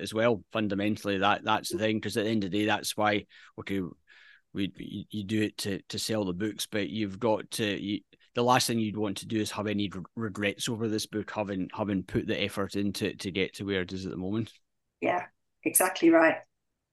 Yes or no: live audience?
no